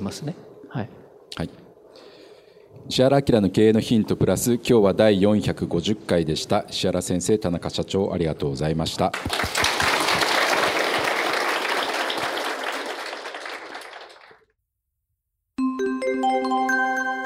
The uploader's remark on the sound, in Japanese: 大阪公開収録